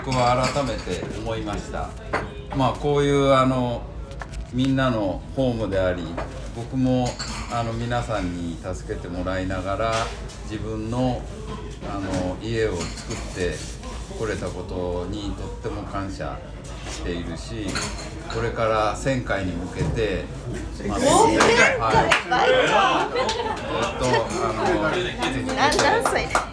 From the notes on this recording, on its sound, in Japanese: 皇居ラン＆550回記念パーティー＠神田。ライブ感あふれる音声をお楽しみください！！